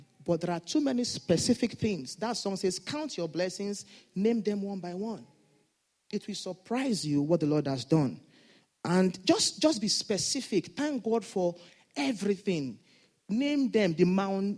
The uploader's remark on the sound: Sunday Service message. A deacon at Fountain of Love, RCCG Aberdeen, UK.